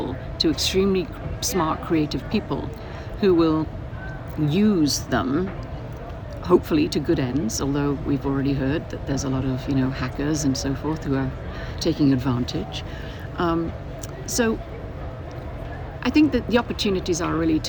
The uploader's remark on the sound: From the CHI2023 Human Computer Interaction conference in Hamburg, I chat in-person with five attendees. In the first of two episodes from the CHI2023 Human Computer Interaction conference in Hamburg, I chat in-person with five attendees.